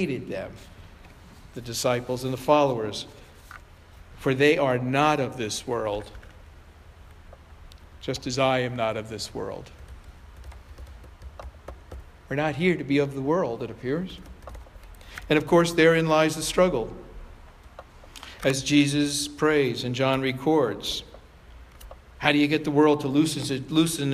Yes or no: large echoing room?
yes